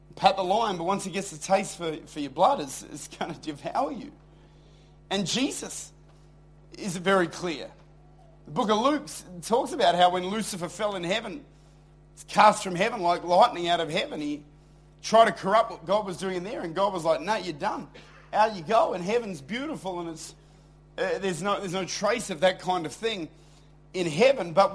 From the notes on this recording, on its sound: Recorded at Lifepoint Church, Adelaide.